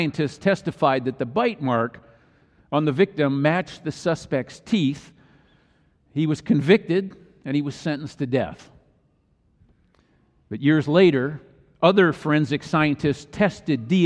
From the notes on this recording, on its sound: Easter message delivered during the Tradtional Worship service.